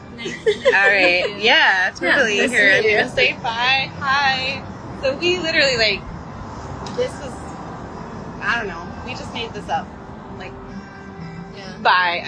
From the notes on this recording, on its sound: This episode is a wonderful and extemporaneous gathering of artists; all thanks to the sun shining in Portland while sitting outside of a coffee shop.